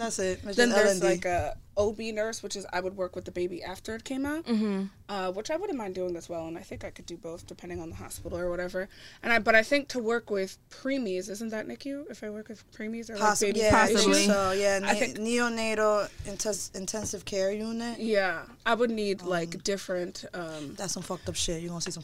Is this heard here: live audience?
no